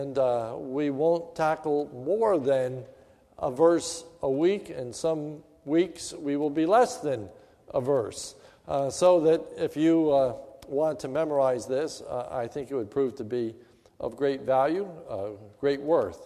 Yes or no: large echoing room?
yes